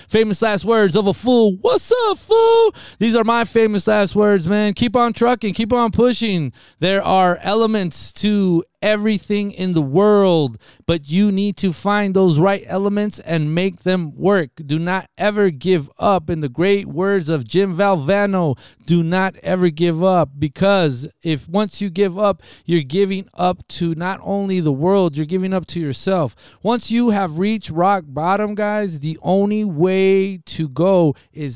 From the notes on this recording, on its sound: Via Telephone: Orlando, Florida is where we are taking a trip.